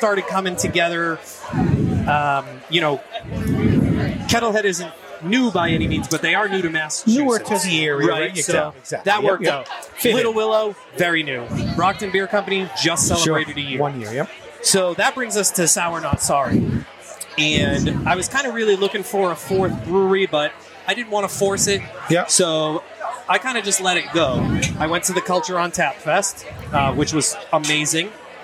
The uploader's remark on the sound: on his epic roof deck at Six West in South Boston